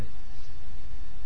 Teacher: mim sukun datang setelahnya ba sehingga ditahan, didengungkan